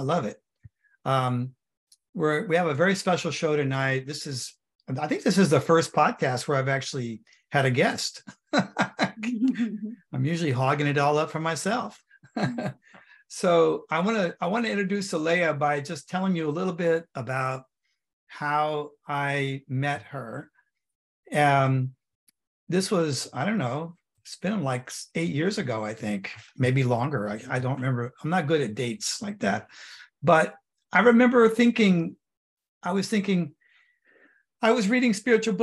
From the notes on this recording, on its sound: Live! The shows are now all hosted on Zoom.